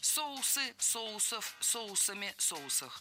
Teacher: Это слово с неподвижным ударением на основе. Поэтому во всех формах ударяем первый слог.